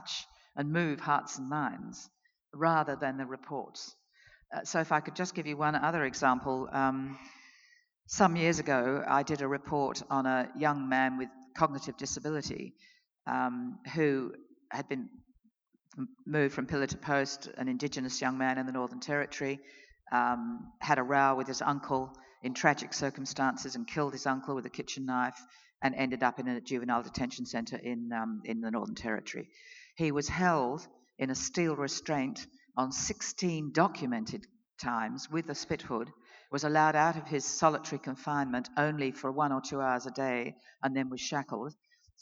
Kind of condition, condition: setting, live audience